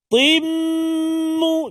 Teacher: Atau ada sebut idgham bi-gunnah pun boleh. Dia dengung dua harakat.